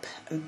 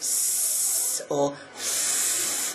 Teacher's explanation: sounds like p and b are quite short sounds, quite explosive sounds, whereas a sound like s or f They're a long, breathy sound and require more control to be able to blow that air out over, over a period of time.